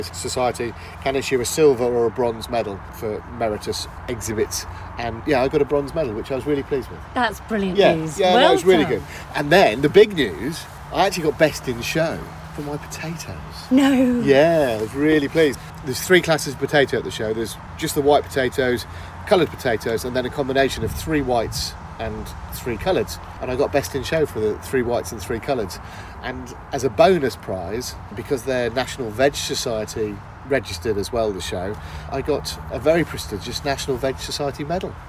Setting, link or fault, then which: setting, outdoors